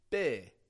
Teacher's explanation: That U isn't sounding like an I'm not saying bussy, but I'm making the U into an I sound. I, busy. What we call a short I or a lax I.